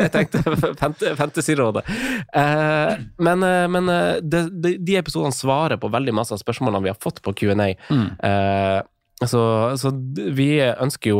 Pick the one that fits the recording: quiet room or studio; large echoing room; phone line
quiet room or studio